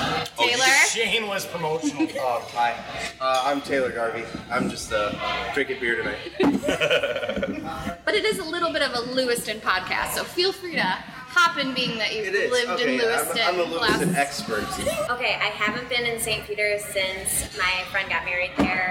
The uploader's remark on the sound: decided to stop and enjoy Lewiston, NY to hang out at Brickyard Brewing Company!